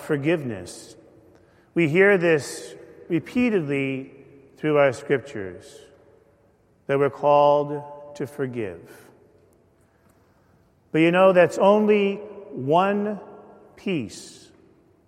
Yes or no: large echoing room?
yes